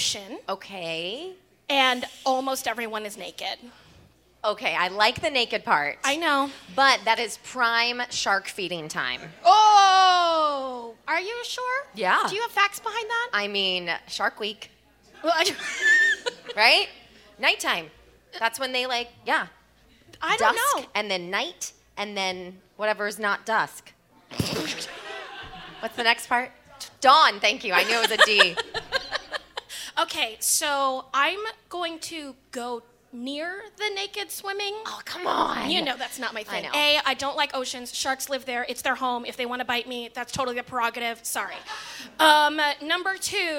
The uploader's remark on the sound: LIVE! from Respect: Women's Podcast Festival!